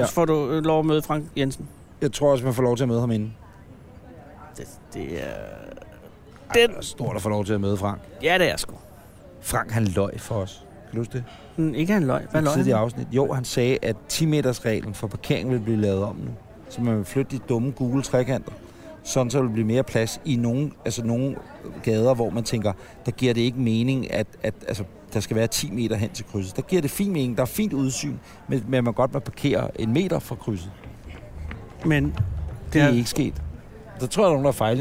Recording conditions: outdoors